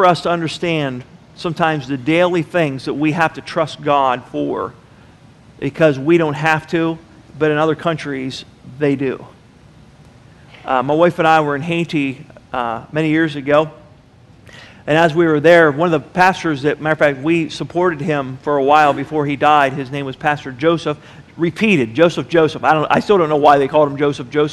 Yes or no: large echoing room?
yes